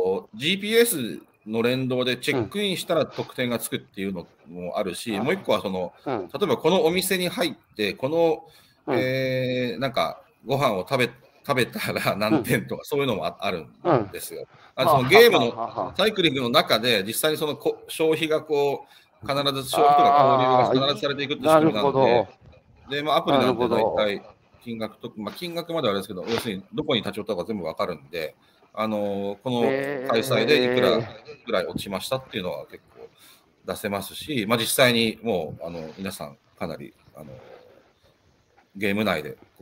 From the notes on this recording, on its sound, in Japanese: 歩きながら1時間、対談する